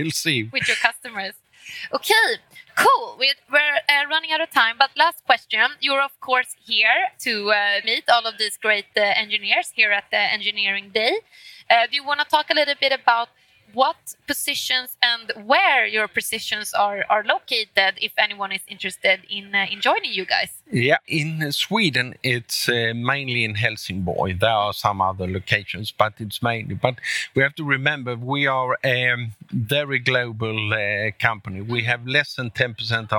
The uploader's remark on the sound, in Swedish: Live-podd från Ingenjörsdagen i Malmö. Intervjuerna spelades in live och på plats på Ingenjörsdagen i Malmö.